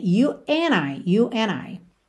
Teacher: Pulou o D ali do and completamente, que é muito comum